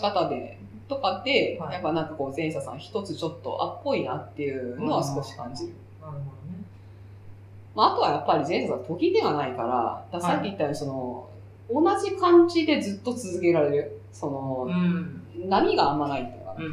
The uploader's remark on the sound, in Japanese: 今月ちょっと音質が悪いです。